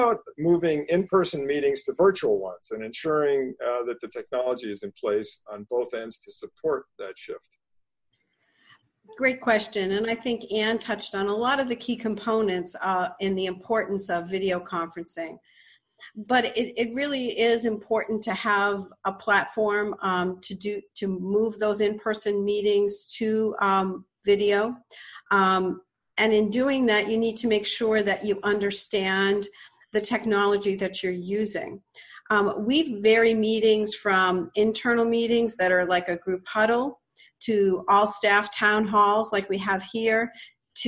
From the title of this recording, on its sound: BenchmarkPortal's Virtual Town Hall